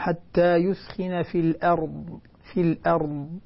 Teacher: لاحظي بس فقط الهمزة اللي قبل الراء، الهمزة اللي قبل الراء فخمت عندك لأنك فخمت الراء. أنا أريدك أن ترقق الهمزة وتفخم الراء